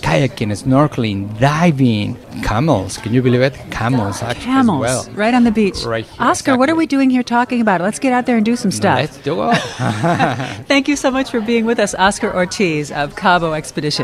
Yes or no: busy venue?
yes